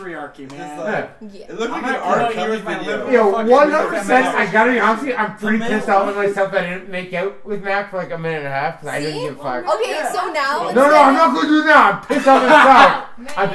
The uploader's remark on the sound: Has left London for a bit but before he left we had a going away party and recorded a 2 part episode of it.